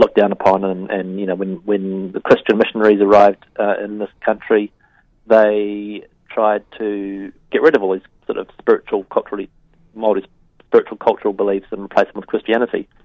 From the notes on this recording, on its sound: Speaks over the phone to film maker.